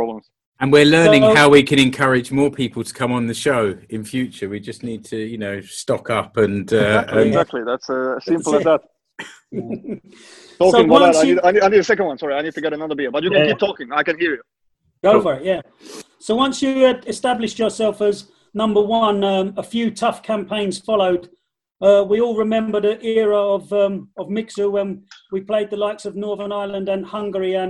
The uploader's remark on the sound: The entire FFS team to turn up for a five-way Zoom.